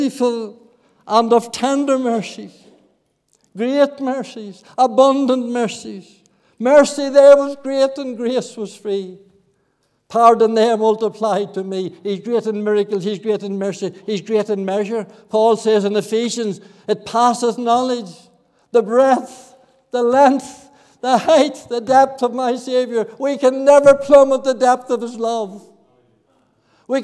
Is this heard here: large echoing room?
yes